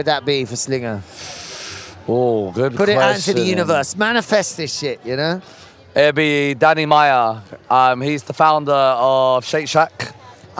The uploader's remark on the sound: Recorded live on a Eurostar from London to Paris